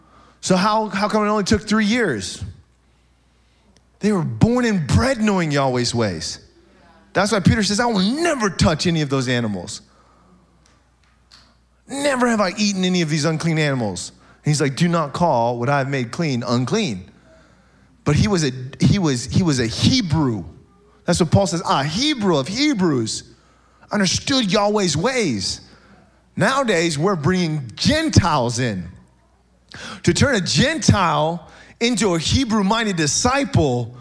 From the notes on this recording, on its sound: SOZO Church, Belfair Washington